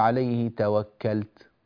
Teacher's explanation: فلذلك تقول عليه توكلت وتضم الشفتين، هذا اسمه إشمام